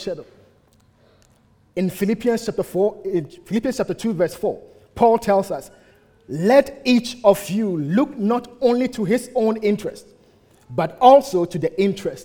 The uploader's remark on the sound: At the United Christian Church of Dubai.